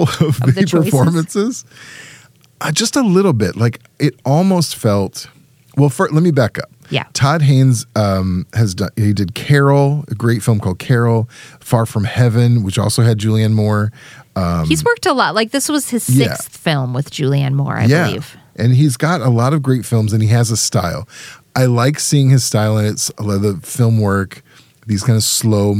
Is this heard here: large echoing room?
no